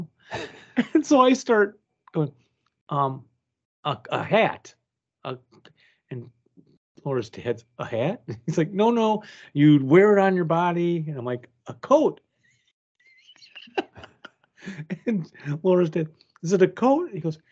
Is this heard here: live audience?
no